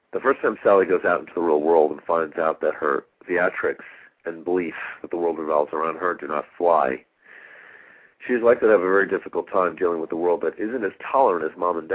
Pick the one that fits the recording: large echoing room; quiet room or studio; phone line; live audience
phone line